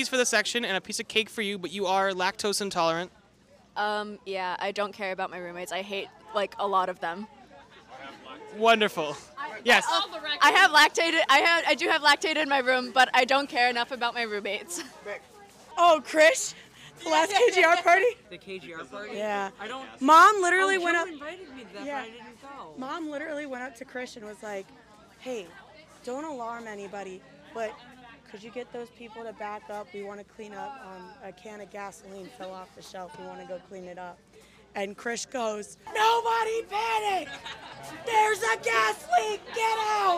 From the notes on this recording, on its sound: mic'ed up members of the UNH Marching Band during our 2023-24 Road show